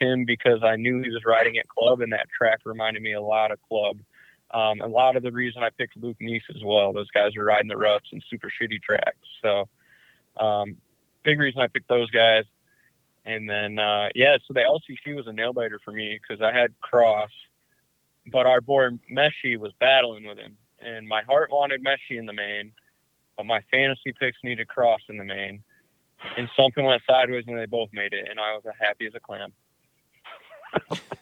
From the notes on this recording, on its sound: get on the phone